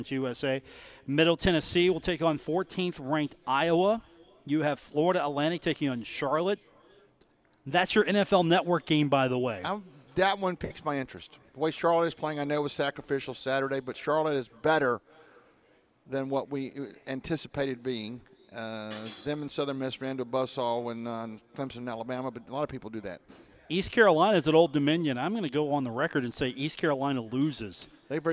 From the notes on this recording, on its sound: Live from The Union Pub and Grill.